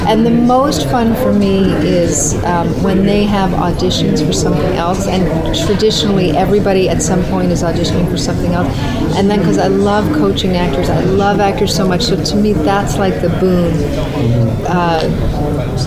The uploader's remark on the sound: Recorded at SDCC.